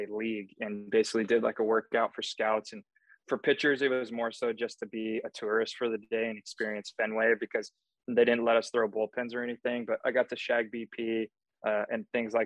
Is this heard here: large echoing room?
no